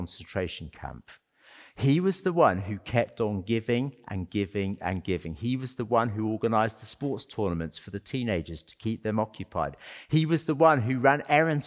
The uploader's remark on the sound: as part of our Sunday worship service